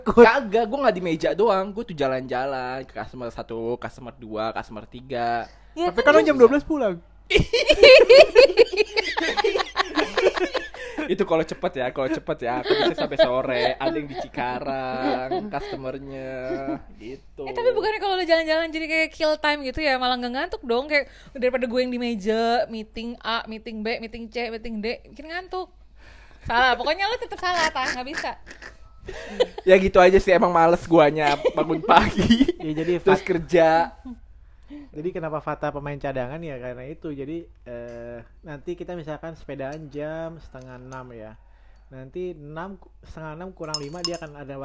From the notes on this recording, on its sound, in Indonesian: mohon maaf episode kali ini bakal kurang enak didengar, karna ada suara kresek-kresek yang ga enak didengar